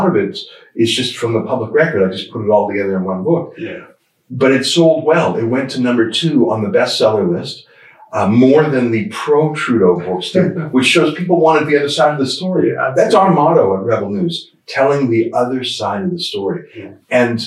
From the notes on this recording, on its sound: We are sorry for the sound quality, we had some technical problems with the audio equipment.